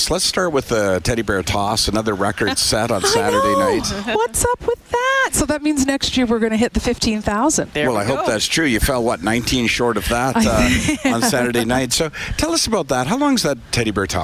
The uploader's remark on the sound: broadcast live from Santas Anonymous depot